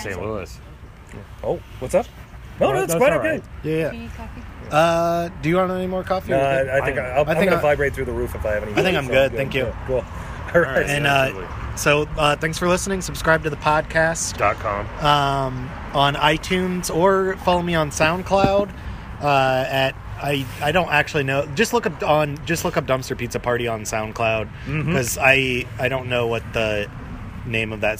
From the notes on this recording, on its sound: This show was recorded while getting a delicious brunch at Milque Toast Bar in St. Louis, MO.